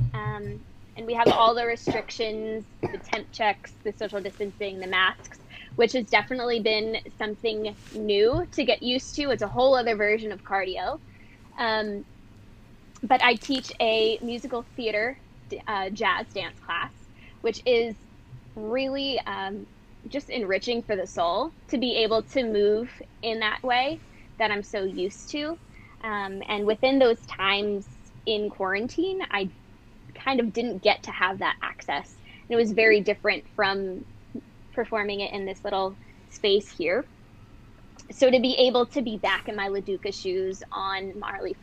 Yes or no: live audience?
no